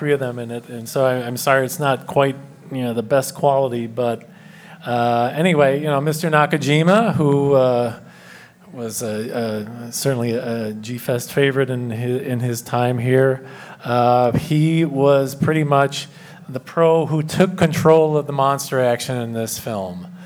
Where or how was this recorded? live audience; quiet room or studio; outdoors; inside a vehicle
live audience